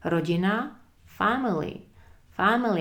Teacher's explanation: Vedle takového nějakého e je naopak dost divný zvuk, který není a, ani není e, ale pusu otevřu na a přitom řeknu e.